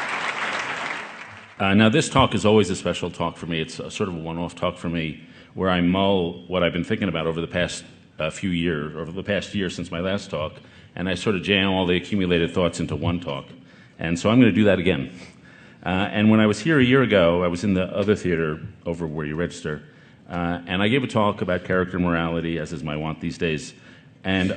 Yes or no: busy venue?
yes